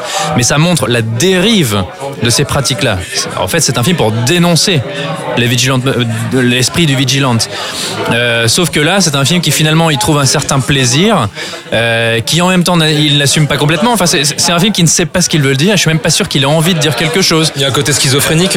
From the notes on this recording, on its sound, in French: Enregistré au Hurling pub (8 Rue Descartes, 75005 Paris), le samedi 12 mai 2018.